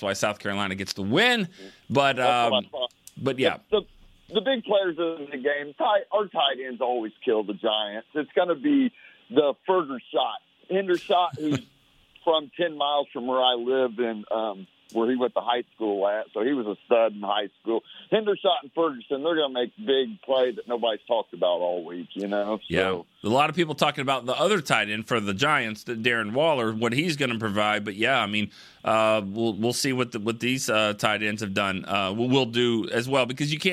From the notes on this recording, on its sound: the phone lines were flooded